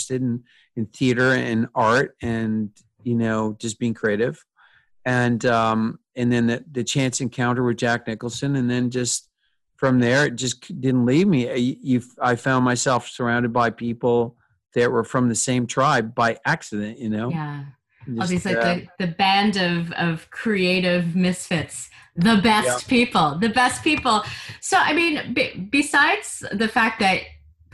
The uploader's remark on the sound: This episode was recorded over Zoom, and is noticeably more compressed than our previous remotely recorded episodes. This episode was recorded over Zoom, and is noticeably more compressed than our previous remotely recorded episodes. Although it sounds a bit different, it’s still audible.